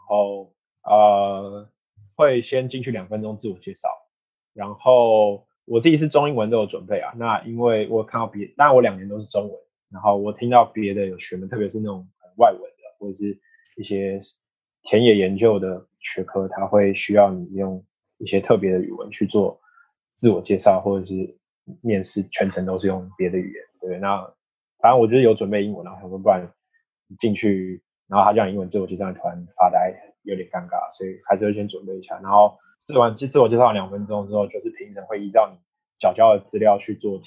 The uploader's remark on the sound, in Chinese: 本次訪談為好奇槓鈴第一次線上LIVE錄影訪談的音檔版，有包括美國和歐洲運動科學的教授與博班學生等多人參與訪談及Q&A。